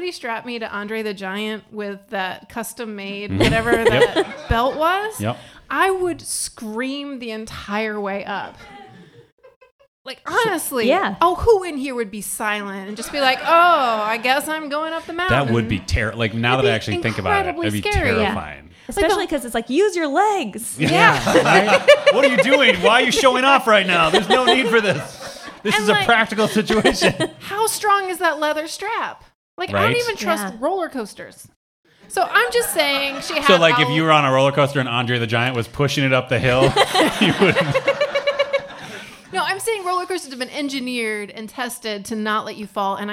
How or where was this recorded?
live audience